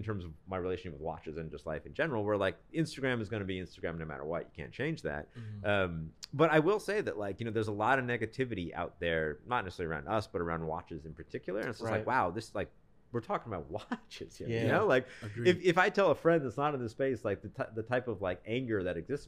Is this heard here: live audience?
no